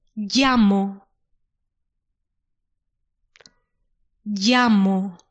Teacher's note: we don't pronounce it as an L. We pronounce it similar than a Y · Term: double L